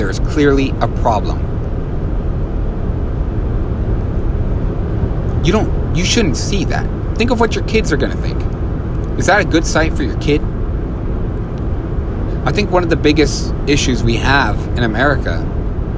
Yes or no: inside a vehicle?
yes